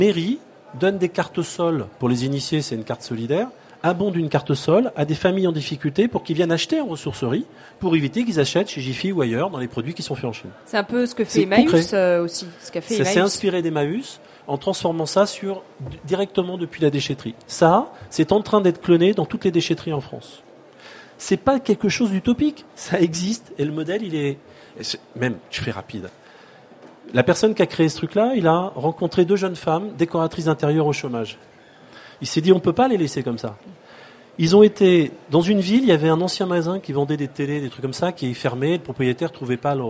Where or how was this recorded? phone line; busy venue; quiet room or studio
busy venue